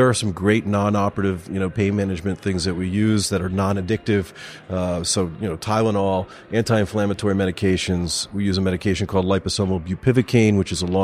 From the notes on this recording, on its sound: Recorded live at the Orthopaedic Summit Evolving Techniques conference 2019.